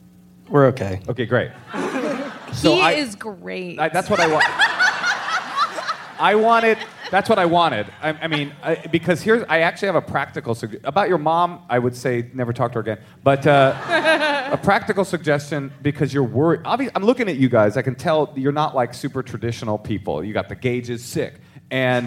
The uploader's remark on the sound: Live from SF Sketchfest. Live from the Marines’ Memorial Theatre as part of SF Sketchfest!